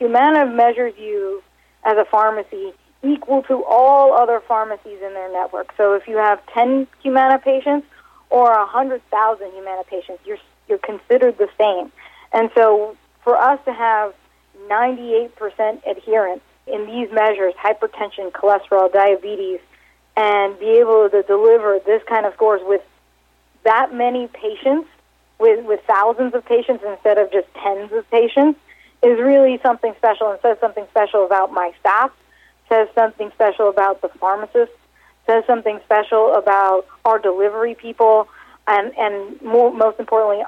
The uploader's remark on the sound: called in to SmallCapVoice.